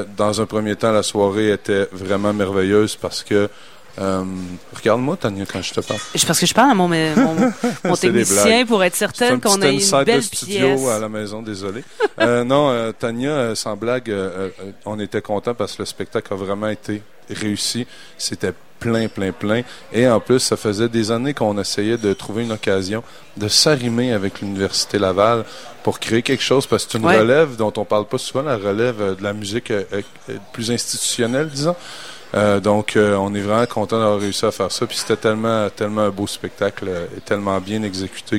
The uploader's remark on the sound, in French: Sur les ondes de CKRL 89,1, en direct du Bar le Sacrilège.